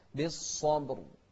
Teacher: والباء مقلقلة والراء أيضا مفخمة